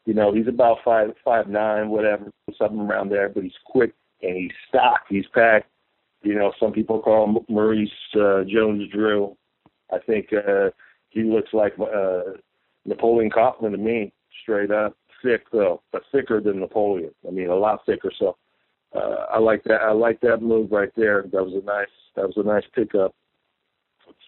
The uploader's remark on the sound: Raider Nation “Boneline” Call-in Segment